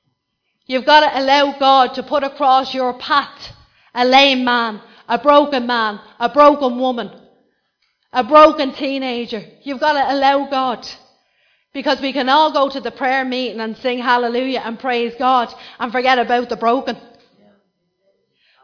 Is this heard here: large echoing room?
yes